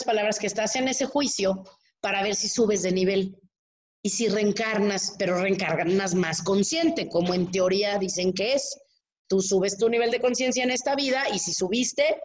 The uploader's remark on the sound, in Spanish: platicamos con los que entraron al zoom